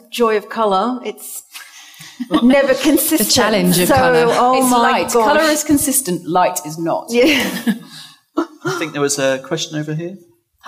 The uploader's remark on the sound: We celebrate our first anniversary with a live audience special where we talk all about colour and interior design. Recorded at the fabulous Roca London Gallery in Chelsea Harbour.